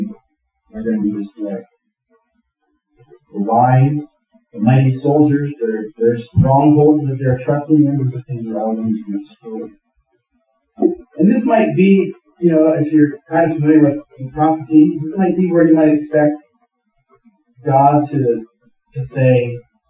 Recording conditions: poor sound quality